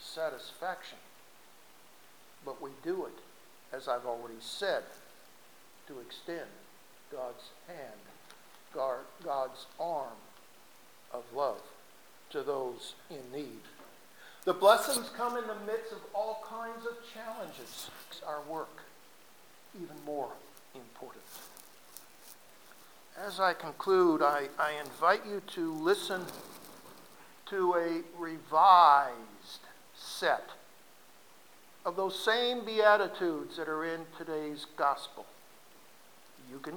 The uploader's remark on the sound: RECORDED SERMON FROM 01-29-2017